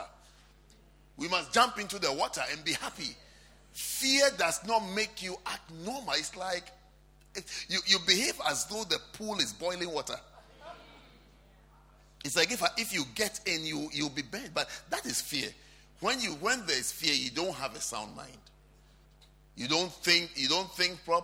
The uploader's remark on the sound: at the Lovely Voice Experience - First Love Church, London